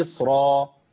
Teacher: تفخم الراء قولا واحدة ليه لأن جه بعديها ألف العوض عند الوقف أقول مصرا تمام لكن وصلا هي مفخمة أيضا لأنها مفتوحة هي · Term: بتفخيم الراء